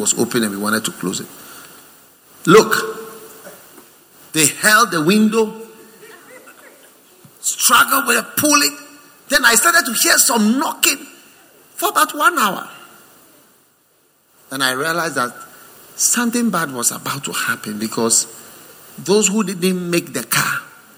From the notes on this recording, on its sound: Preached at the First Love Center, Accra.